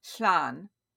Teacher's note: So the double L is when people try to tell people how to pronounce it, they often say that you put the tip of your tongue up behind your front teeth, and then you kind of hiss an L out from under both sides of your tongue.